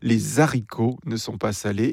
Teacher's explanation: la phrase suivante « Les haricots ne sont pas salés », prononcée à la Cajun avec la liaison